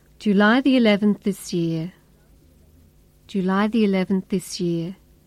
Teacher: Notice that when we say 11th and this together, we only need to make one TH sound, th. The th sound at the end of 11th is swallowed up by the th sound at the beginning of this.